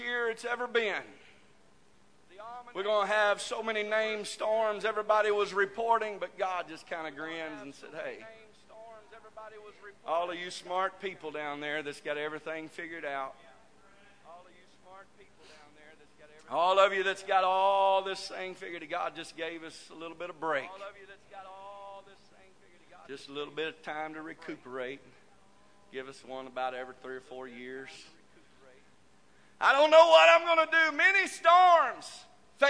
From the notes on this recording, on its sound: This message broadcast live from First Pentecostal Chuch of Silsbee Texas.